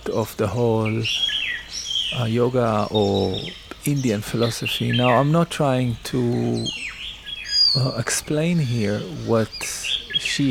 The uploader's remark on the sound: to the background soundscapes of Coorg coffee plantation